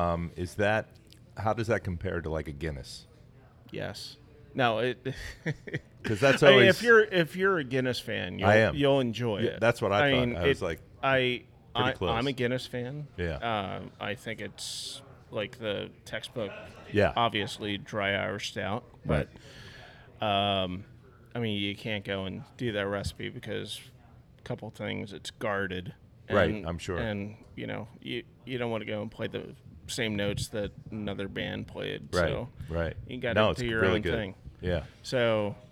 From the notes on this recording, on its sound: Met up at Naked Brewing, in Huntingdon Valley, to record a planning session. We had a blast while enjoying many of the fine beers Naked Brewing had to offer.